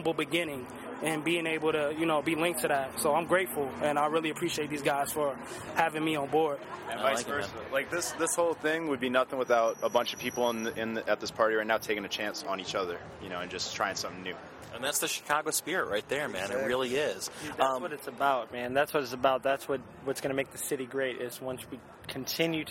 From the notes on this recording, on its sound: interview recorded at the lifestyle brand's mix tape release party at Beauty Bar